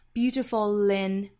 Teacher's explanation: 尾部是有一个舌侧音的，那在跟后面元音连读呢，会带出一个 l 的音